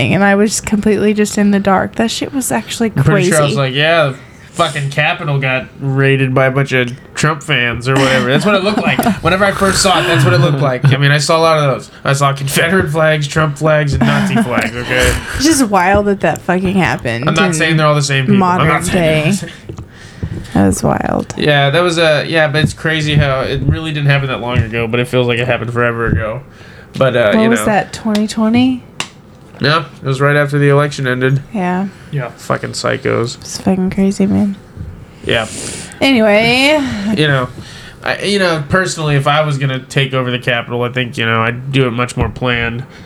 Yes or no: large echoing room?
no